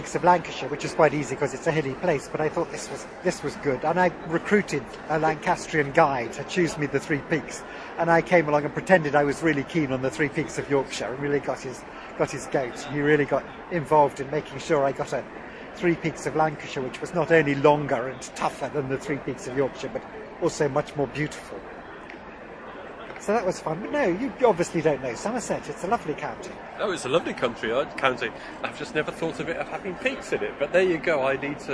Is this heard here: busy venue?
yes